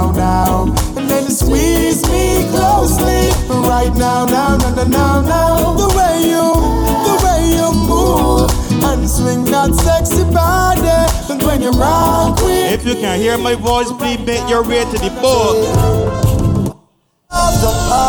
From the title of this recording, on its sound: Live Audio (Booze N' Bacchanal)